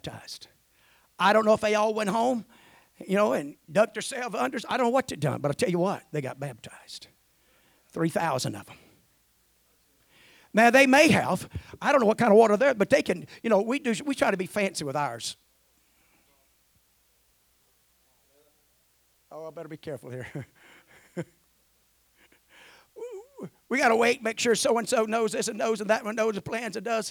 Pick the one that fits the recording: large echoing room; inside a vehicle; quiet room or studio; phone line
large echoing room